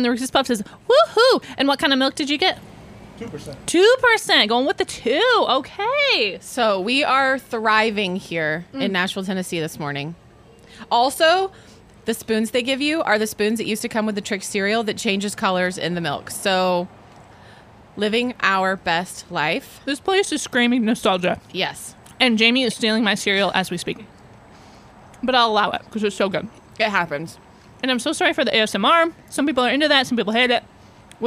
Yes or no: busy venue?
yes